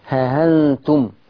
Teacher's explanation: يعني كأن ورش عمل حاجتين، شال الألف اللي بعد الهاء ومسك الهمزة دي سهلها، يبقى شال الألف اللي بعد الهاء وسهل الهمزة